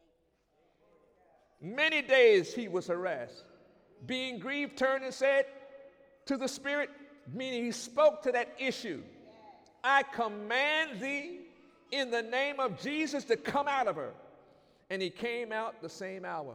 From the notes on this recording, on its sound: During Sunday morning service on December 22, 2019